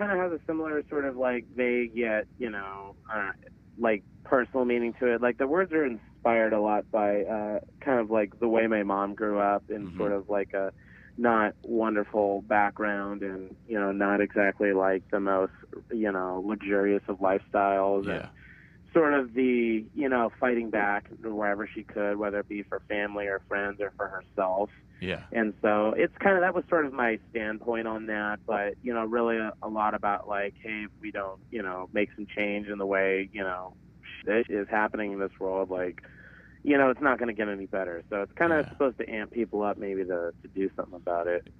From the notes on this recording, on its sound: over the phone for a short interview